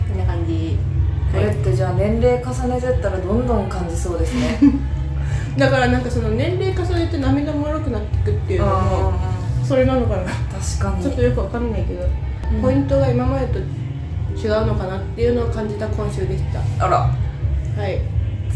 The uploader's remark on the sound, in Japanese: 雑音すごくてすみません